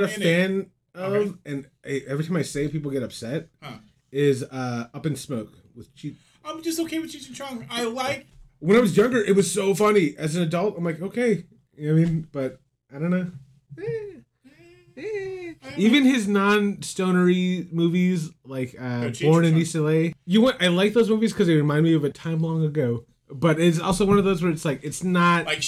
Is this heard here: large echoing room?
no